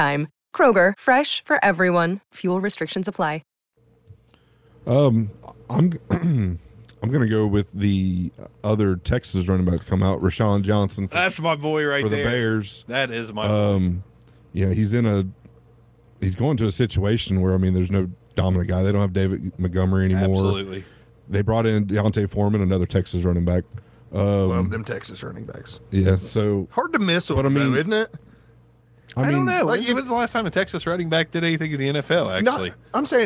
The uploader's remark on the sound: The show was live from the Lani & Landyn Fundraiser!